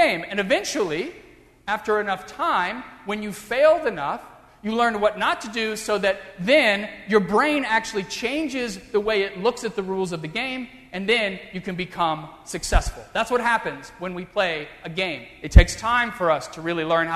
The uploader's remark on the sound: during the Heritage service (10:30 am) on Sunday June 19, 2016, at First Presbyterian Church of Arlington Heights, Illinois.